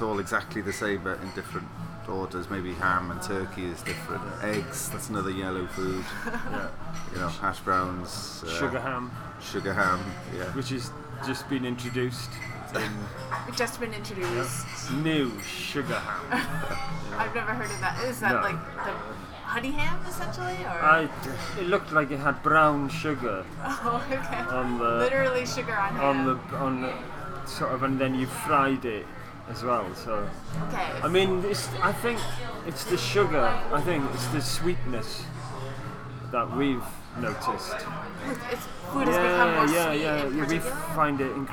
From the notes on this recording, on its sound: Recorded July 24, 2016 at the Sinclair in Cambridge, MA.